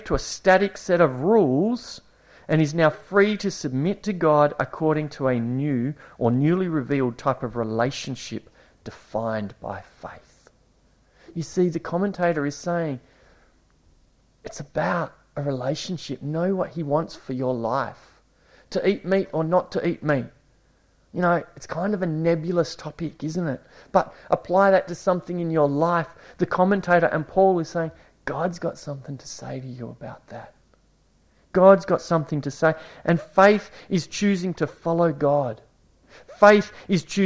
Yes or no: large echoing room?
yes